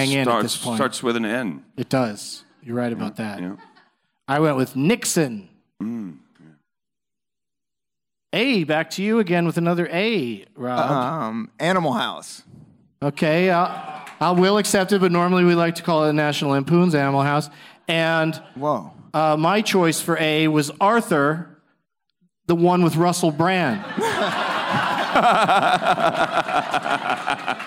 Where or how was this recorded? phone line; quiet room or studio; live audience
live audience